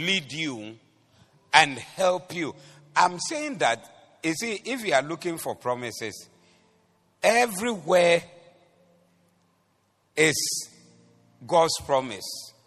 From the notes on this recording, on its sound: Preached at The Doxa Service